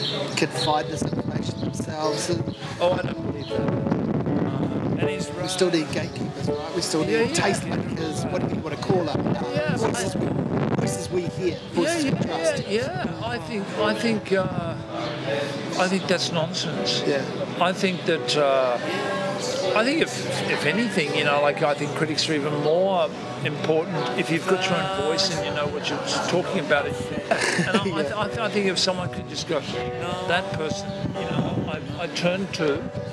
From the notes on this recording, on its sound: It's not the best sound-quality, there's a bit of wind